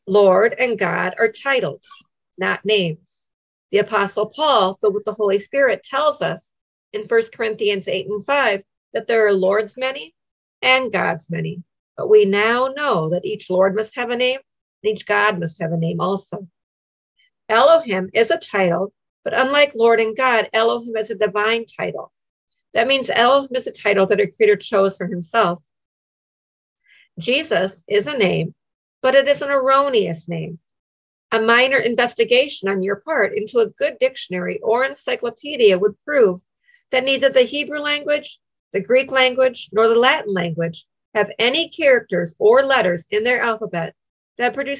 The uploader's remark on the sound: Madison Zoom Class.